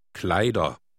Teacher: Notice the pronunciation of the ER ending. The R is just suggested, not pronounced very clearly.